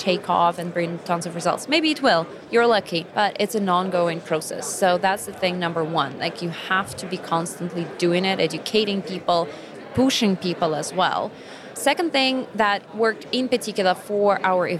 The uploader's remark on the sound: From the show floor at B2BMX 2023.